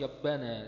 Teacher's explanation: وانحراف الراء من مخرجها إلى مخرج الياء ربنا يقول لك يبنا زي للدغ كده خلاص.